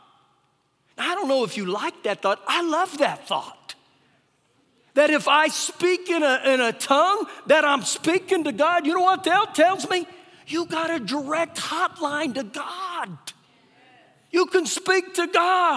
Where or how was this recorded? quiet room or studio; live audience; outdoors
live audience